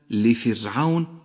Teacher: أما الراء في كلمة لفرعون فهي راء مرققة لأنها سكنت وجاء قبلها حرف مكسور